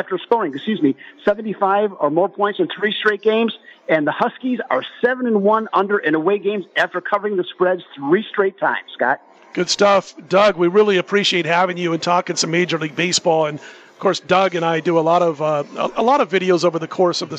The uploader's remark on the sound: Live From Super Book at Westgate